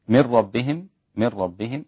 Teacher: نون ساكنة بعدها الراء، قلنا أن الراء واللام إدغام بدون غنة